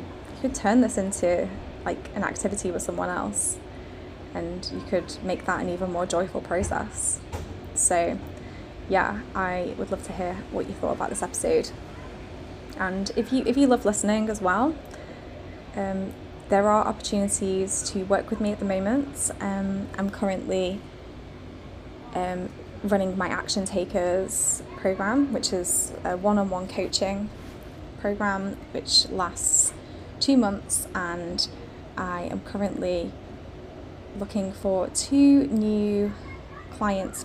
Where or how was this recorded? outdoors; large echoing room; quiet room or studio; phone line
outdoors